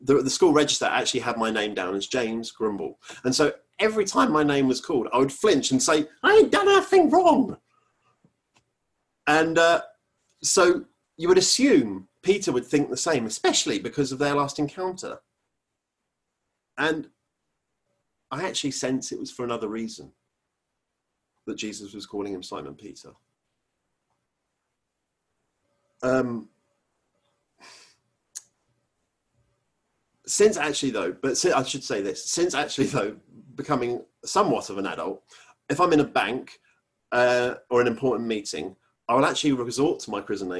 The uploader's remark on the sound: Our Zoom streamed service